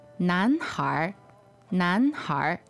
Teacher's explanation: Now you'll notice she added like this R sound on the end.